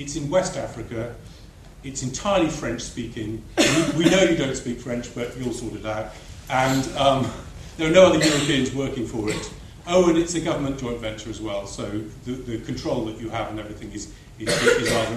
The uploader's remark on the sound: This recording was made live during the panel discussion at the Young Researchers in Mathematics 2009 Conference at the University of Cambridge.